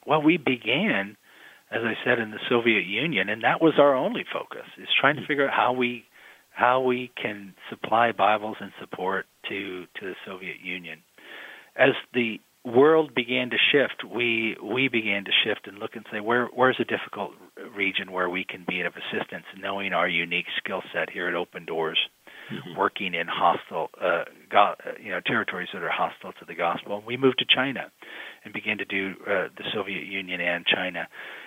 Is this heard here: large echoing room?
no